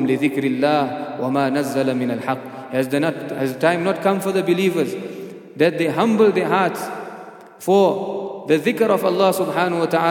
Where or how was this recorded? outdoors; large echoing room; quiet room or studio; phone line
large echoing room